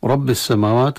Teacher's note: رب السماوات، الراء مفتوحة مفخمة، السماوات لام مدغمة في السين، وفي ما الطبيعي في بعد الميم وبعد الواو، وللعلم لا رسم للألف في كلمة السماوات لا بعد الميم ولا بعد الواو، إنما وضعت للضبط علامة الألف القصيرة أو الألف الخنجرية للإشارة أن هنا في ما الطبيعي في الألف.